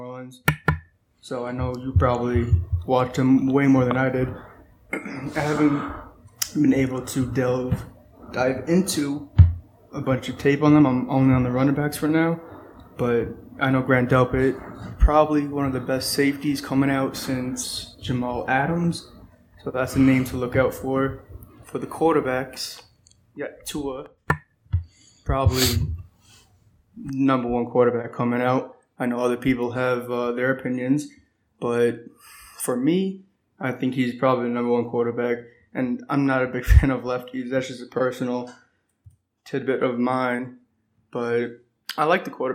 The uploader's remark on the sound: SORRY FOR THE AUDIO ON THIS ONE. There were tons of issues making this one.